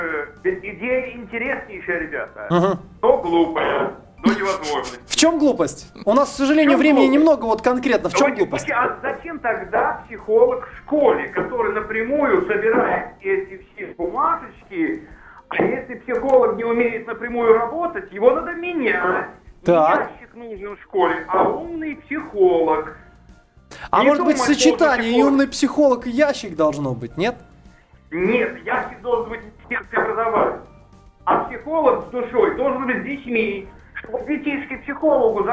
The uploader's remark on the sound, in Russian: по телефону